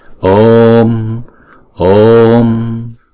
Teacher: Chữ ô vốn là diphthong trong tiếng Phạn, chúng ta sẽ đọc kéo dài hai nhịp. Rồi sau đó chúng ta mới đóng chữ ô đó lại bằng một anuswara.